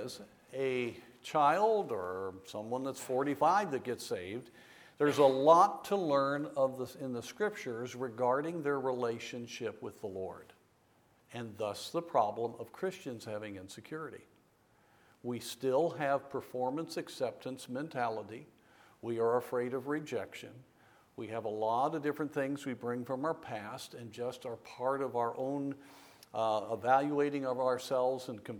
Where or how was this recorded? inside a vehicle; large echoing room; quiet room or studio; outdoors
large echoing room